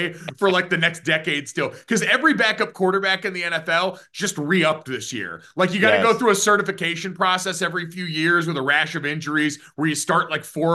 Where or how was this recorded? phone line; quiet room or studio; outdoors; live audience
quiet room or studio